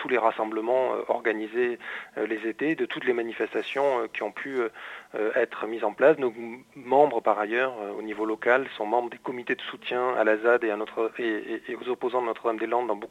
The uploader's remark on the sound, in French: On reçoit par téléphone. Radio Campus Paris.